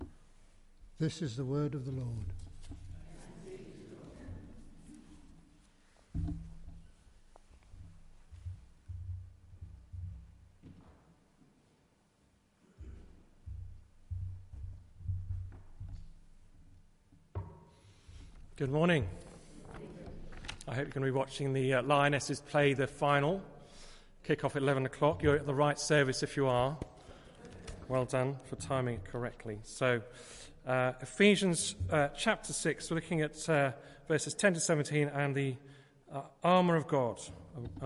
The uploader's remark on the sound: Christ Church, Bayston Hill (UK)